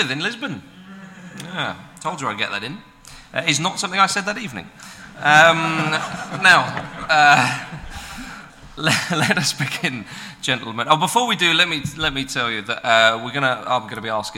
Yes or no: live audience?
yes